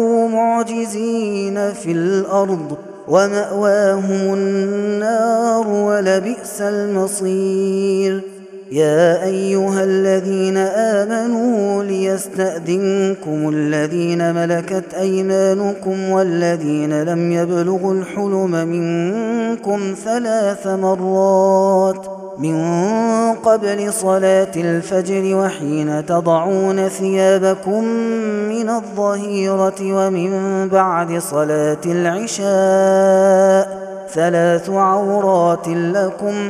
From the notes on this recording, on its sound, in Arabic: هذا التسجيل من صلاة التراويح